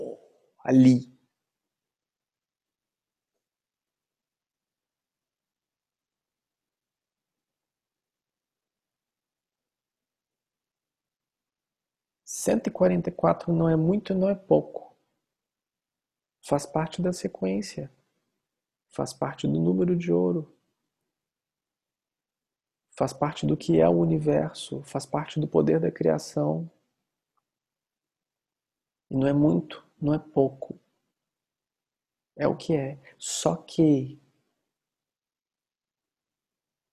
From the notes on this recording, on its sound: Online via Zoom